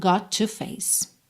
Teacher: Got com to, junta num T só